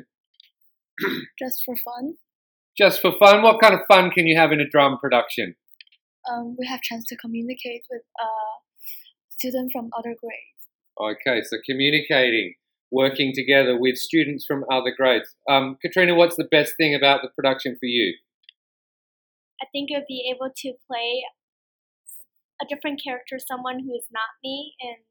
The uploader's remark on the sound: Unfortunately the sound quality was not the best for this podcast.